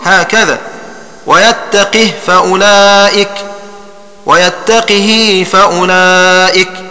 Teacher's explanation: فتكون قراءة الباقين بكسر القاف